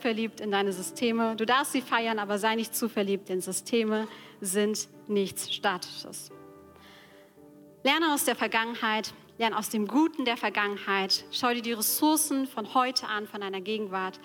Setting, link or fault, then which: setting, large echoing room